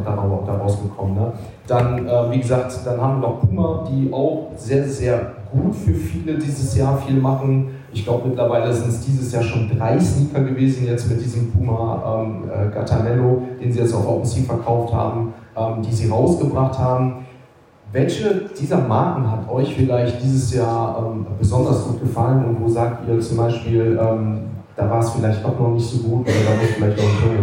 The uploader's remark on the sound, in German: Live Event aus Stuttgart